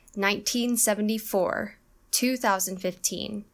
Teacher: The first and last syllables of these years are stressed.